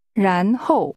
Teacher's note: Then, the tones are rising and falling.